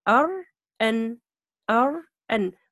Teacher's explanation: إذن يعني مخرج الراء طرف اللسان مع ما يقابل من الحلق لثث الثنايا العليا. إذن نفس مخرج النون لكن مع الغنة عند النون